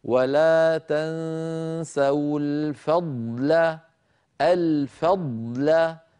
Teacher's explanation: ضاد ساكنة بعدها لام نبين الضاد هكذا ولا تنسوا الفضل الفضل فننطق ضاد ساكنة يتلوها لام لا تأثر لأحدهما بالآخر